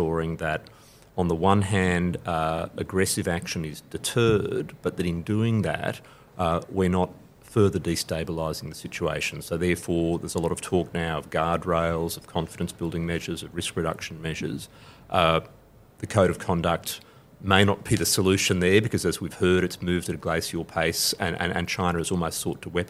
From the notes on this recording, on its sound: at the Raisina Dialogue held in New Delhi, March 2023